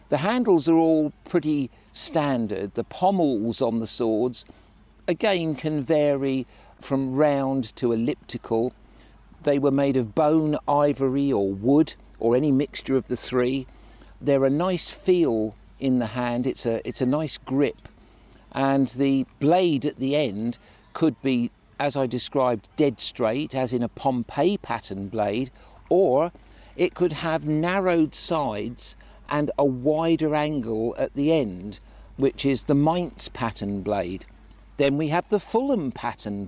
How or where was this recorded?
busy venue